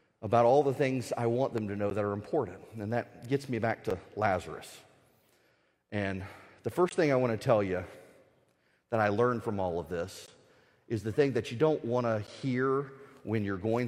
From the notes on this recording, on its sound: The speech was at the Ethics and Religious Liberty Commission's 2018 annual conference.